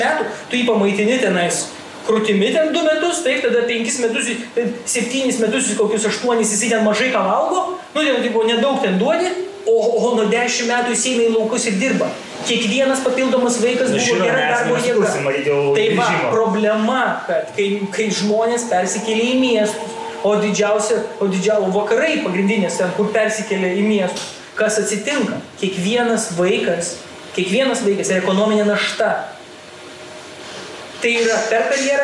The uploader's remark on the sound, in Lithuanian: Atsiprašau už garso kokybę, bet epizodas suteiks aštrių pojūčių net ir su techniniais nesklandumais.